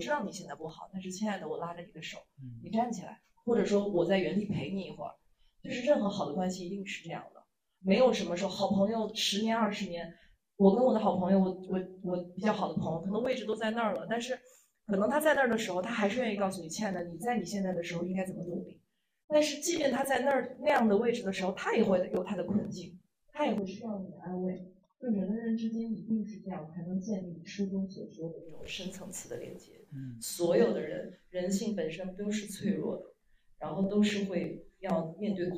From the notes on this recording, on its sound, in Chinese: 我们在线下举办的一次读书分享会。由于现场收声，所以音频的音质有些受损。